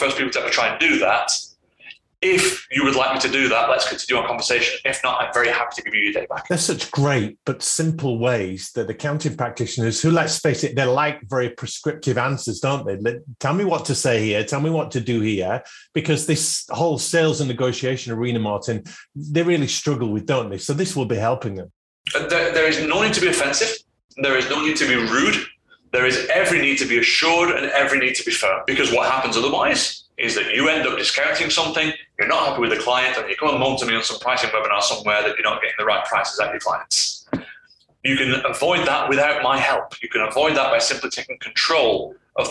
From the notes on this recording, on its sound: APOLOGIES FOR THE AUDIO QUALITY ON THIS EPISODE